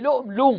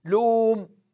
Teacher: يجوز أن تقول في لؤم لوم بجعل الواو مكان الهمزة، ولكنها مع ذلك تبقى همزة لا تنطبق عليها أحكام المعتل.